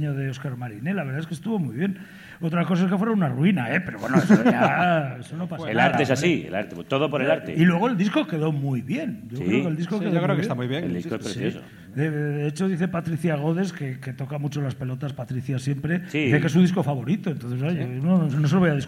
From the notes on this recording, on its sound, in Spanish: Especial grabado desde el Centro Dramático Galego de Santiago de Compostela, nueva parada del #EnCrudoyEnDirecto: el formato de conciertos y entrevistas íntimas de Carne Cruda llega a tu ciudad.